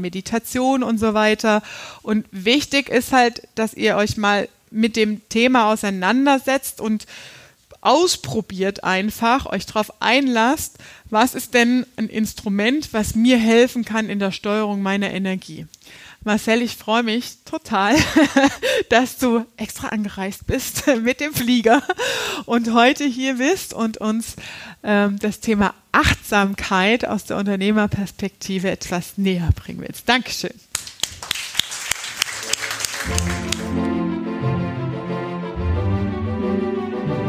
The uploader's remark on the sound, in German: Teil unseres Gastvortrags